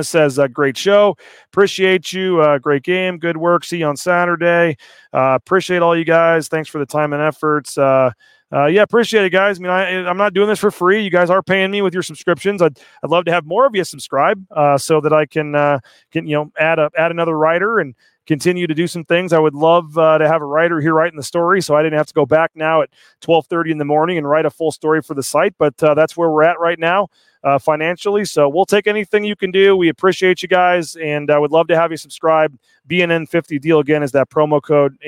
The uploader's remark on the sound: LIVE at The Pit in Albuquerque